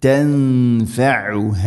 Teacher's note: ഐന് തൊണ്ടയുടെ മധ്യഭാഗം, ഹ തൊണ്ടയുടെ താഴെ ഭാഗം